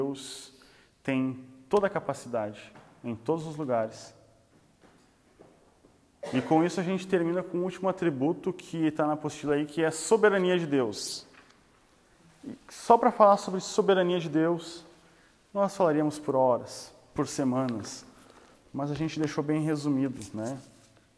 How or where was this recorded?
live audience